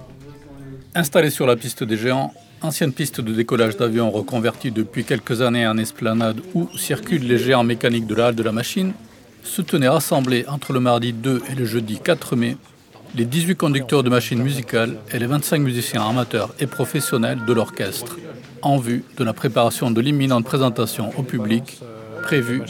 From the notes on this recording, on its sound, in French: à la Halle de la Machine à Toulouse, entre le mardi 2 et jeudi 4 mai 2023 durant l'installation et les balances de la Symphonie Mécanique.